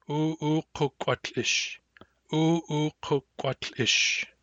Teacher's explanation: The K hardens and rounds. We get ut, then we get ish.